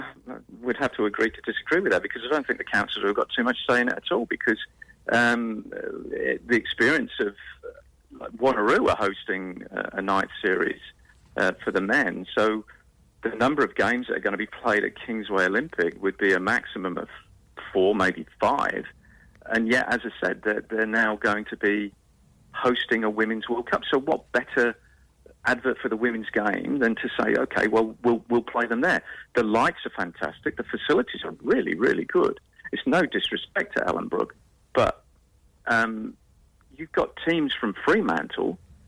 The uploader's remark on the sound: Special guests live by phone